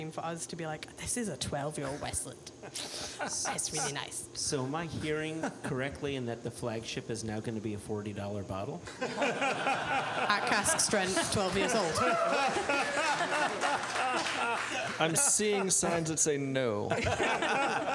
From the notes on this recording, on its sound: Live Padcost from Westland Distillery. RØDE for making *really* great microphones. Olympus and Tascam for making fine mobile recording devices.